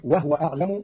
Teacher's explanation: قرأ قالون كلمة وهو بإسكان الهاء